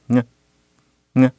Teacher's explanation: It's written ng, but really, it's not ng. It's its own one sound. · Term: engma